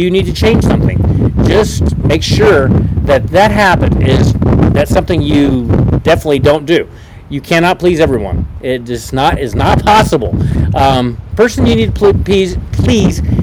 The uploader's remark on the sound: Was a Pop Up Podcast so I apologize for the wind noise! You know I live in Nebraska where the wind seems to blow every day!